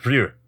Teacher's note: you can't like make that R a hard R. You have to make it more of a soft L. That's why it could sound like Ru.